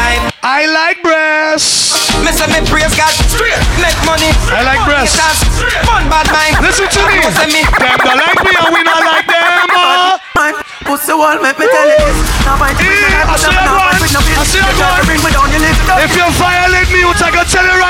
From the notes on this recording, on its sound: Live From Koko King's Easter Weekend. Live In Concert.